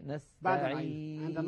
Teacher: عند نطق الياء يرتفع وسط اللسان، بينما رأس اللسان ما زال في المنطقة السفلى عند الأسنان السفلى